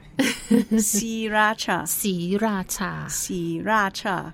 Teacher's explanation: Even we spell it out S-R-I, but the R is not pronounced. It's something in Thai language that we call is a false cluster.